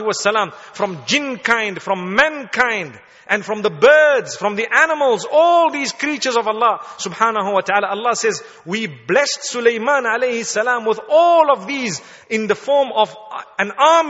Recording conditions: large echoing room